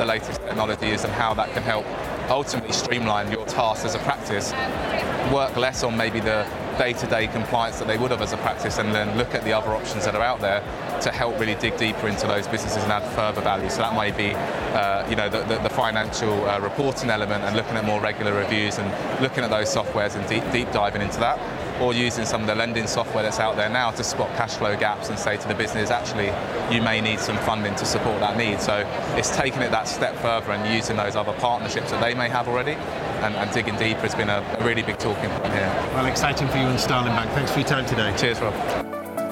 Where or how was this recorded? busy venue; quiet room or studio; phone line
busy venue